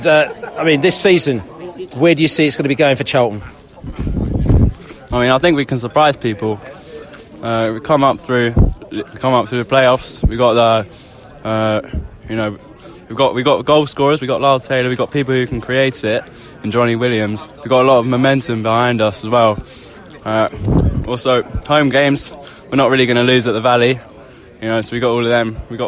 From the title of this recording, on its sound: post-match podcast from the pub